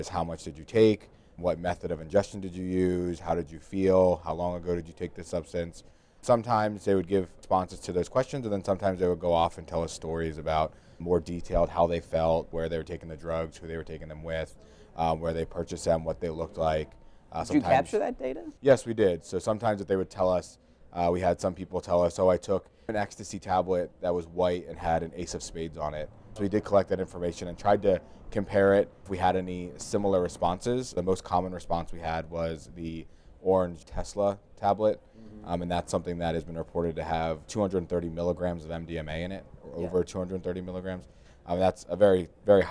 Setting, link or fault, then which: setting, busy venue